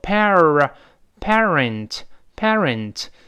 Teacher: parent 字母 r 注意要勾舌头